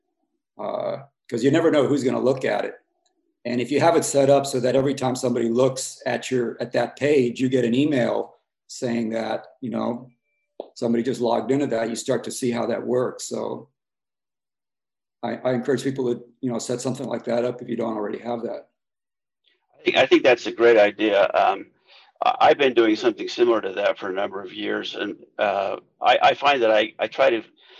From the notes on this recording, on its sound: The Association of Independent Architectural Photographers' inaugural Zoom meeting